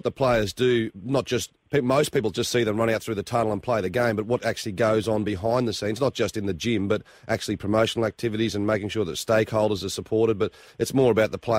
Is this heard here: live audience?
no